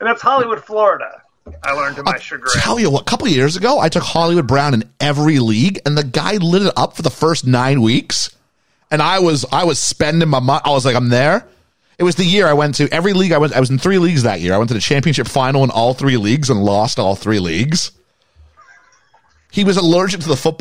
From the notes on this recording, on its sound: joined on the live call